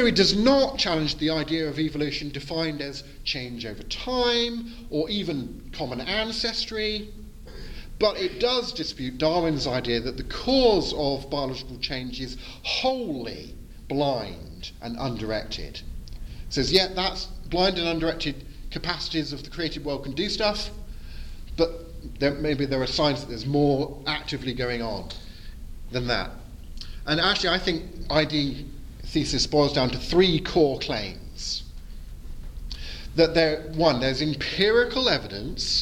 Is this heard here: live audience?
yes